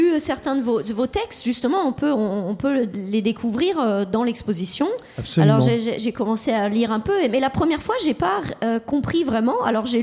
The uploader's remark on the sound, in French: Une émission enregistrée en public, au 6b, à Saint-Denis, 6 -10 Quai de Seine, 93200 Saint-Denis. À l'occasion des Portes Ouvertes du 6b.